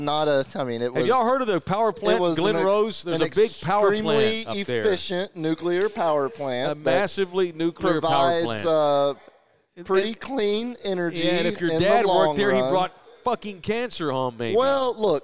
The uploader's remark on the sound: Live from Texas Cheer Liquor in San Antonio, TX.